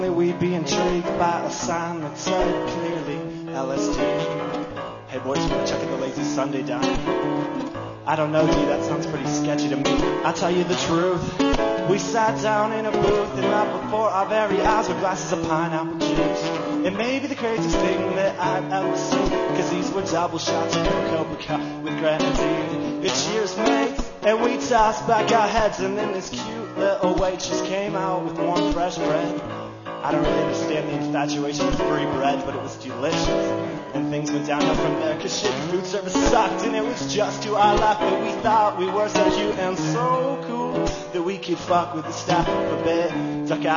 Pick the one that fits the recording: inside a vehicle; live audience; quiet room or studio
live audience